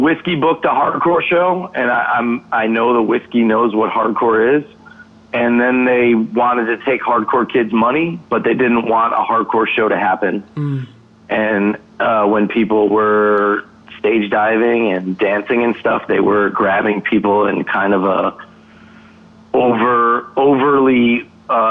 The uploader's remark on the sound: phoned in to join the TVTV podcast